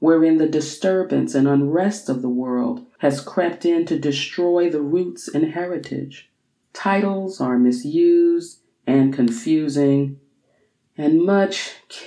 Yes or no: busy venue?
no